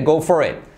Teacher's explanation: la T casi se omite